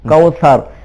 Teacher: जबान की नोक बाहर आ रही है लेकिन जाल की निस्बत जो है थोड़ी सी ज्यादा दांतों से बाहर आती है